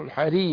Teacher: الراء مرقق عشان مكسور